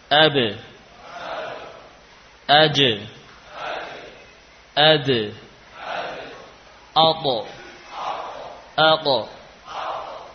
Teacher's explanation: Oleh karena itu, thariqah membaca huruf-huruf qalqalah, huruf-huruf ini ketika disukun adalah dengan memberikan suara pantulan. Itulah yang dinamakan dengan qalqalah.